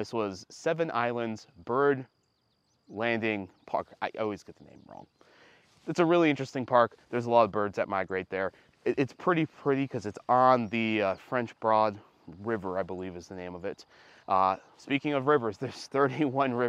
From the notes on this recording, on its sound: Live from the overlook of Gatlinburg in the Smoky Mountains